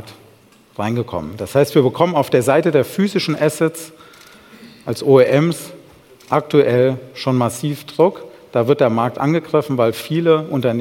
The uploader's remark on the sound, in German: Beim auto motor und sport Kongress 2019.